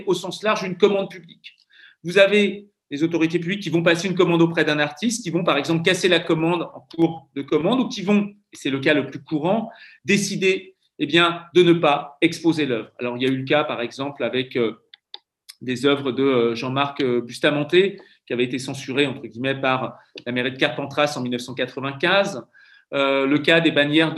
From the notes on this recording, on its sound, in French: Enregistré sur Zoom le 4 février 2021